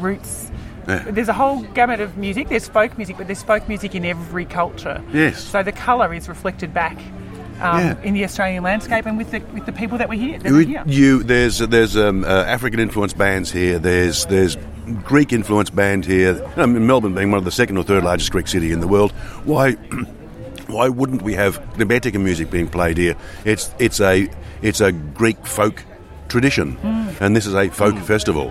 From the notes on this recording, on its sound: in the green room at the 43rd Port Fairy Folk Festival